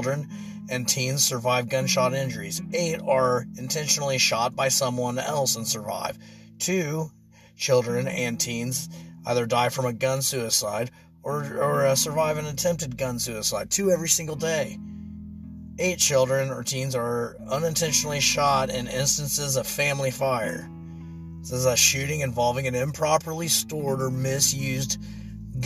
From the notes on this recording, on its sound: This was recorded in my truck so I apologize the quality isn't as good as the others